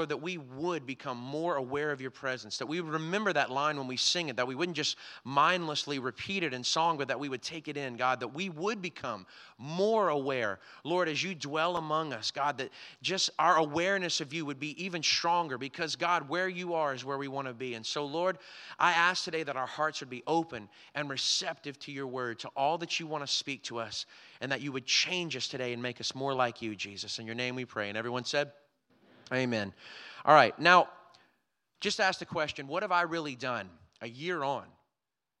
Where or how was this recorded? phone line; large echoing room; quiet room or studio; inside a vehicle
large echoing room